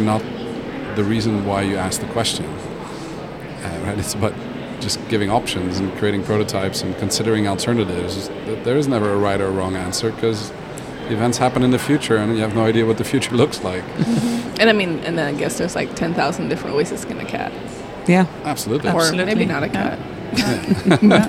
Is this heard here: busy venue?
yes